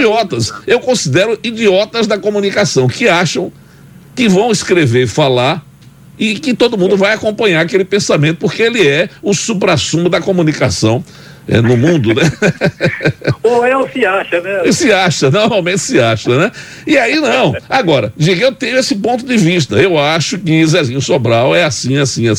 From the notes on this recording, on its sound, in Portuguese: Entrevista na Nova Brasil Aracaju - 93.5 FM. Conversou por telefone.